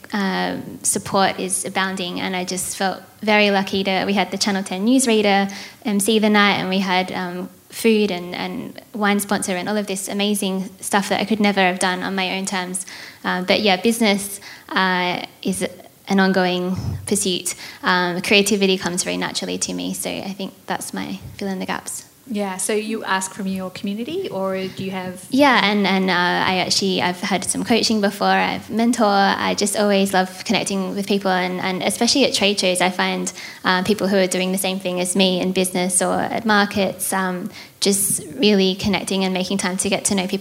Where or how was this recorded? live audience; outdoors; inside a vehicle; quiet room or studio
live audience